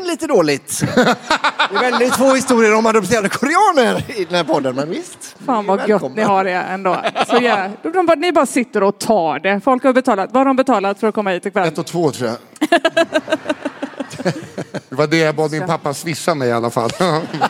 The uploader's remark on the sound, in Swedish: live på Draken